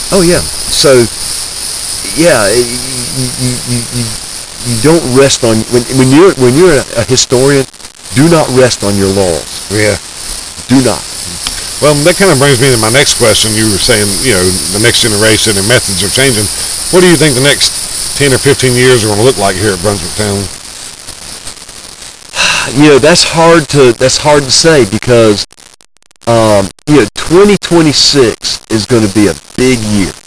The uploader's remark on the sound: I return to Brunswick Town to interview the site manager. The quality of the original interview was perfect, but I developed some kind of white noise when I transferred the audio.